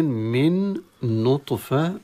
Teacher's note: من نطفة خلقه فقدره، من نطفة، من نطفة نون مع نون، تقنون ساكنة مع النون المتحركة، فأدغم النون في النون وأصبح النون مشددة، والنون المشددة حكمها الغنة، هذا الإدغام وإدغام تام في التماثل، إدغام تام والغنة طبعا بمقدار حركتين، والغنة مخرجها الخشوم.